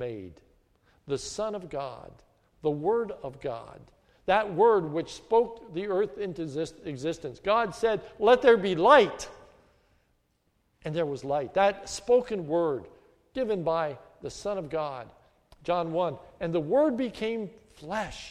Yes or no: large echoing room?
yes